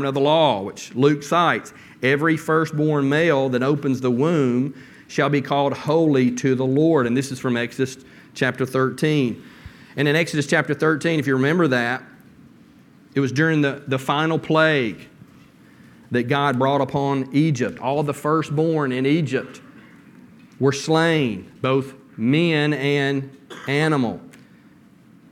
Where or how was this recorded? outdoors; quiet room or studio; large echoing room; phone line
large echoing room